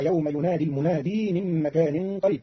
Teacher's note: قرأ قالون كلمة المنادي بإثبات ياء زائدة وصلة